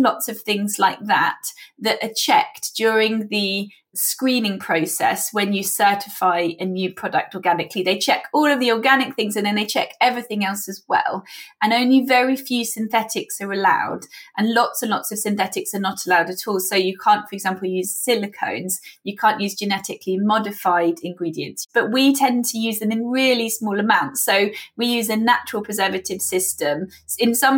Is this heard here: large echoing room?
no